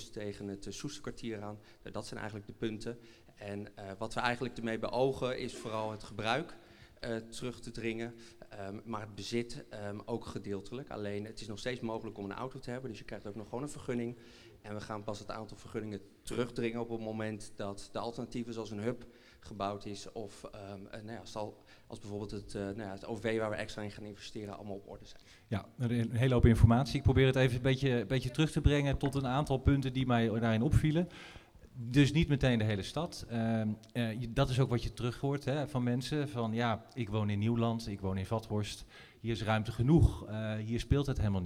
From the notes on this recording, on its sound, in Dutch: Integrale opname van de gespreksavond over het aanstaande referendum over het parkeerbeleid in Amersfoort die Nieuwsplein33 hield op 8 november in het Eemhuis.